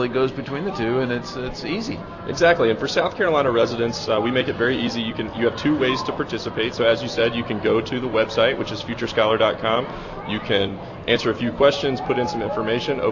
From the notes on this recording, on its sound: Live at the Annual Good News Club Spectacular. Broadcasts live from the Greenville Convention Center for the Annual Good News Club Spectacular.